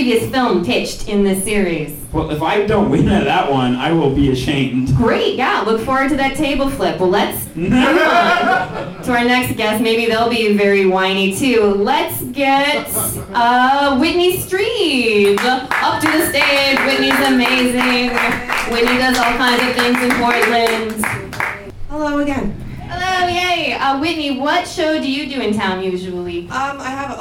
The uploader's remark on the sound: In this raucous live recording contestants pitch a comedic slasher movie.